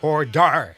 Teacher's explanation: you got to emphasize the second syllable. That's order.